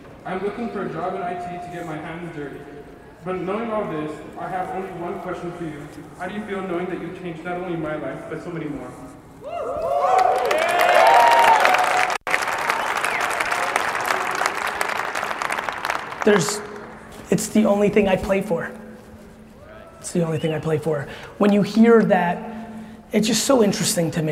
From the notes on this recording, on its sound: Todays episode is at a keynote that I gave in El Paso, Texas